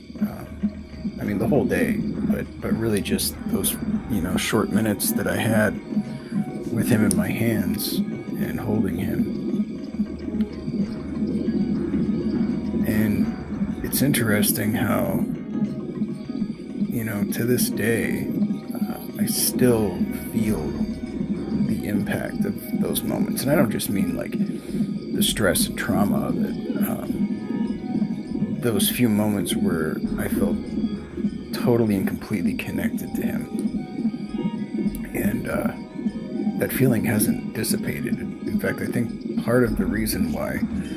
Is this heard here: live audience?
no